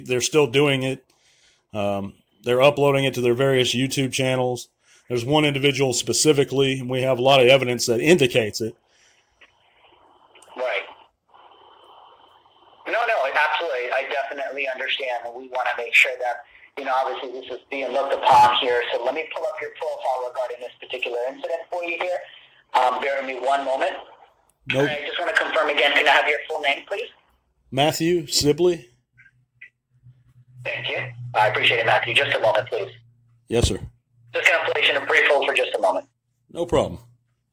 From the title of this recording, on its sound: Phone Call To HASBRO